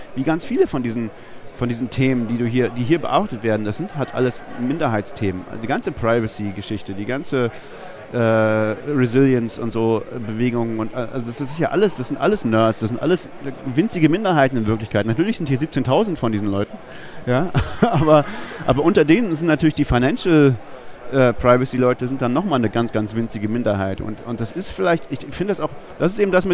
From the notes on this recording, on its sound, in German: Und das ganze auch noch live vor Publikum (4 Zuhörern auf dem 36C3) und der Welt (13 Leute im Stream).